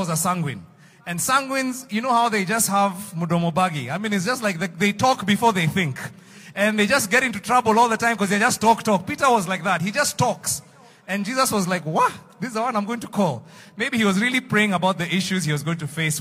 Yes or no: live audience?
yes